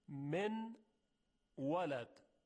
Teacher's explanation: ببینید من ولد، اگر ادغام تام داشته باشیم میشود مولد مولد، اما این درست نیست، باید ادغام ناقص انجام بدیم، یعنی وقتی واو رو میگیم یک غنه ای هم ایجاد بشه روی واو